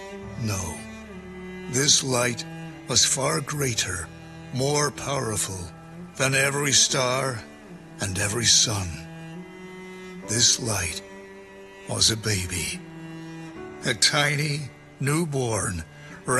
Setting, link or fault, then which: setting, large echoing room